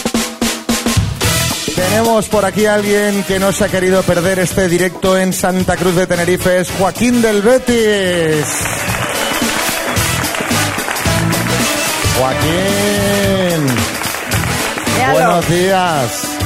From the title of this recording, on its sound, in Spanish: Las Mañanas KISS en directo desde SANTA CRUZ DE TENERIFE